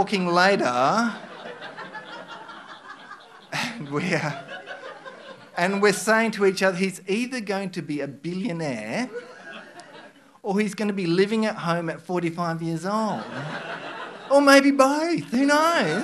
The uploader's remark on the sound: Barefaced Stories are told live onstage in Western Australia.